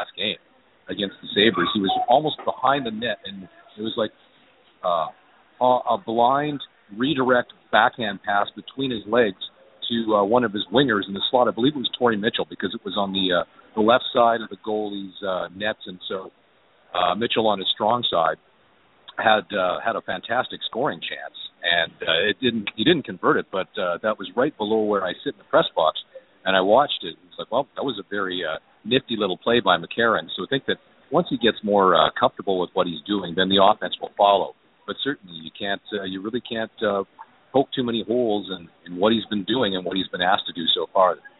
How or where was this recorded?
phone line